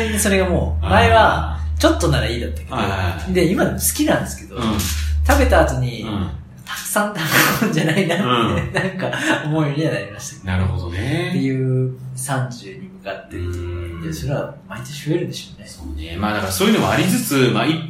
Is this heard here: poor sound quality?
yes